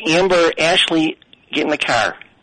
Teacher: It's very nasally, and the vowels just get weird.